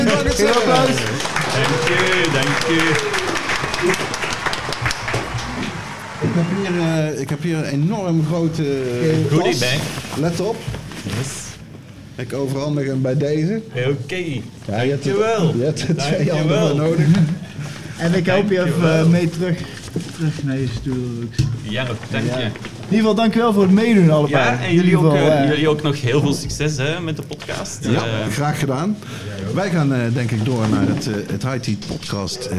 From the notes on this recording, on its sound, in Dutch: Aflevering met publiek vanuit coffeeshop High Times in Eindhoven.